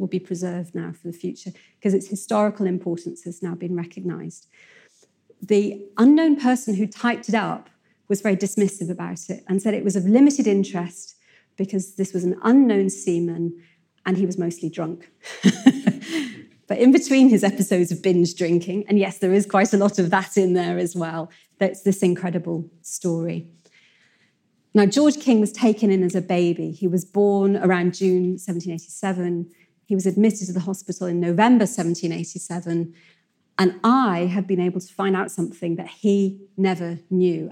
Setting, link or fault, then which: setting, live audience